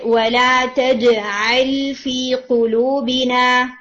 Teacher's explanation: اس میں کلکلا تھوڑا سا اسٹرانگ رکھے، آئین لائٹ کریں گے